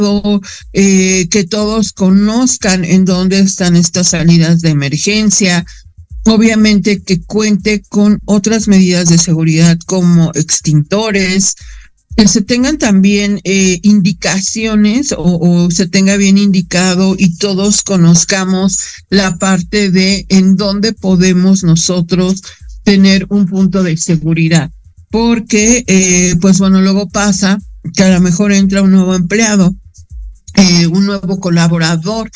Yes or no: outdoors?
no